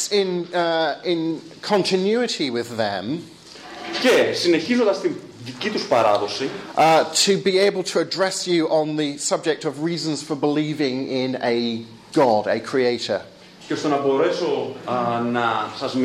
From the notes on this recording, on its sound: Lecture delivered with Greek translation in Athens' anarchist quarter.